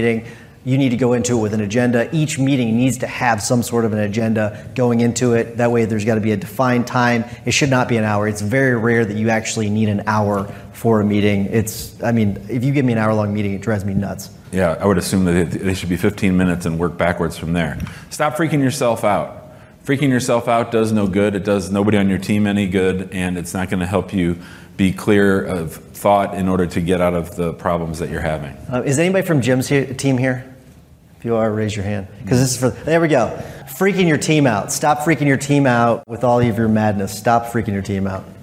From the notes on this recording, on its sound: In this live podcast episode